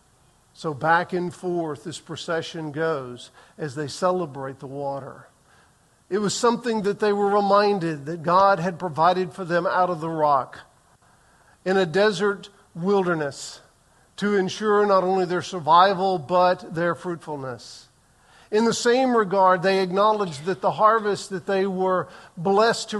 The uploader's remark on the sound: Recorded on June 11, 2023 in the 8:15 am Worship Service